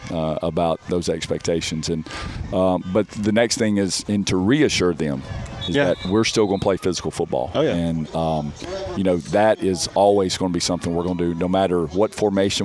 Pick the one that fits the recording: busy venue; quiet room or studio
busy venue